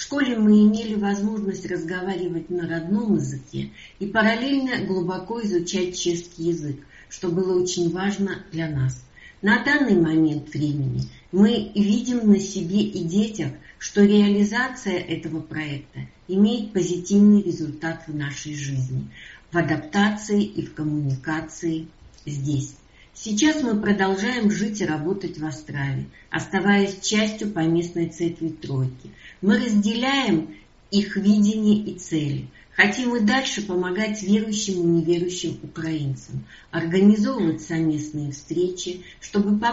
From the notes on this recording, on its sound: Recorded at the 10:30 service on Sunday 30th October at St Andrew’s.